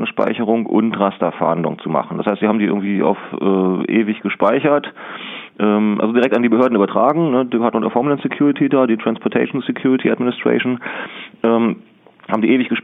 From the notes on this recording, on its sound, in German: Per Telefon zugeschaltet